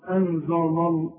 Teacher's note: اللام هنا مرققه، اللام بتاع رب الجلاله هي المفخمه